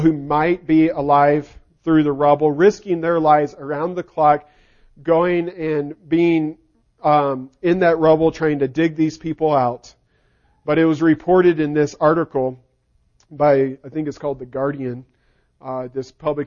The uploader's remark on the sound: Recording of the sermon